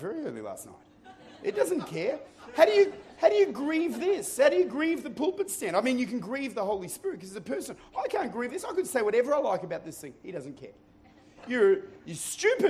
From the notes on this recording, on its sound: Recorded at Lifepoint Church, Adelaide, Ridgehaven Campus.